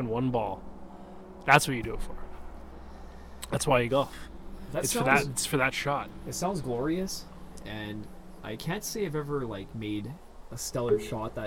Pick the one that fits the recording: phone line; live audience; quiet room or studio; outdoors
outdoors